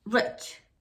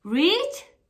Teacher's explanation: la I corta está más cerca de la E en calidad de sonido que la I larga y simplemente es un tema por los órganos de articulación, cómo ponemos la lengua y cómo dejamos pasar el aire a través de la boca.